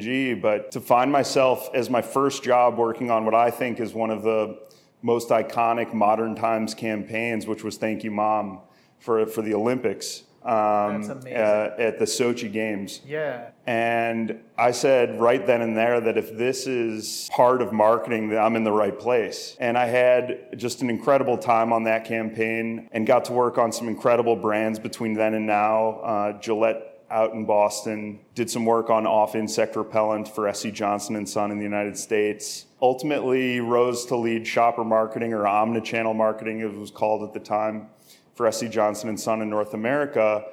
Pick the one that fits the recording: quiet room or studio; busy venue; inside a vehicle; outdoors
busy venue